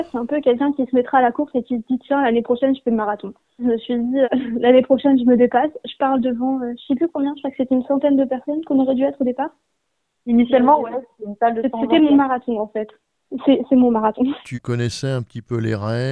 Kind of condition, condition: link, phone line